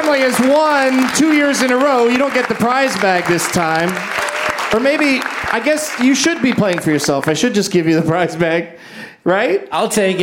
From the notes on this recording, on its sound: Live from the Traverse City Film Festival